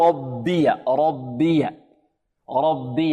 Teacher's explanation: الراء مفخمة لماذا؟ لأنها مفتوحة، فيقول ربي ربي ربي.